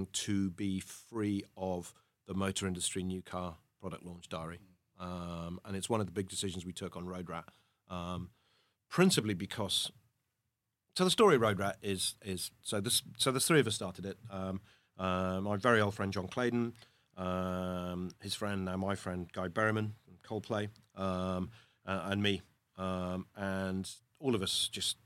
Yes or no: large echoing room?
no